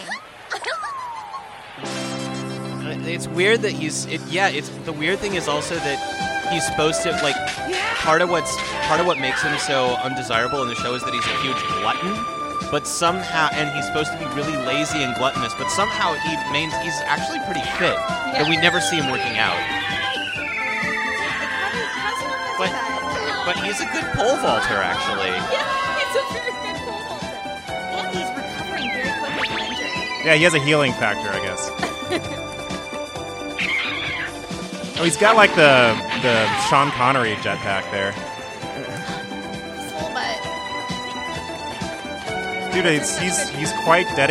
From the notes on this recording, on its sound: Live from INTERNET YAMI-ICHI